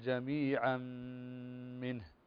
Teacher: فهنا تنوين وبعده الميم، والميم من حروف الإدغام بغنة